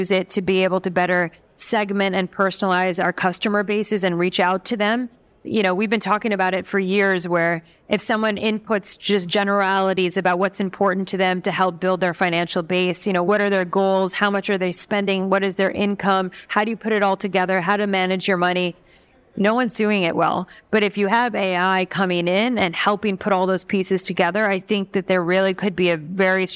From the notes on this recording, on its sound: Fintech Nexus New York for a live conversation. In this episode, I head to Fintech Nexus New York for a live conversation.